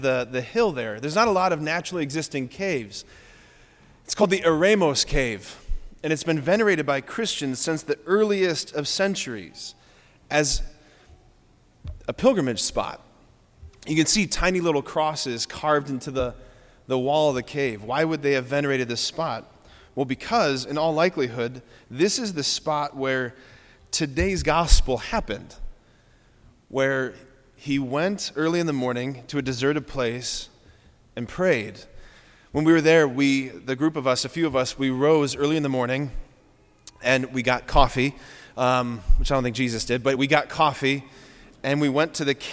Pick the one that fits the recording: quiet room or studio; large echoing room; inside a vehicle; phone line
large echoing room